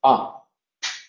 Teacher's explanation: La central, la A. La A es abierta y la lengua queda en reposo. A. La lengua ni se retira hacia atrás ni avanza hacia adelante.